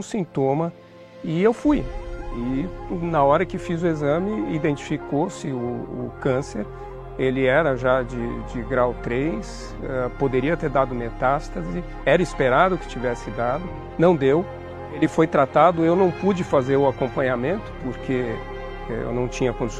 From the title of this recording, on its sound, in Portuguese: Culto ao vivo IBMorumbi